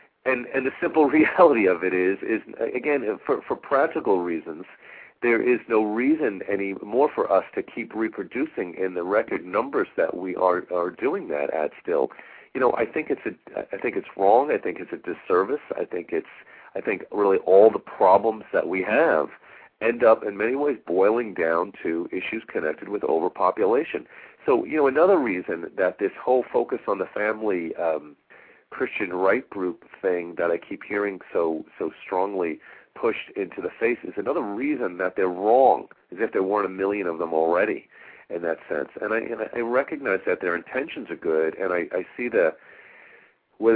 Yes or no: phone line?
yes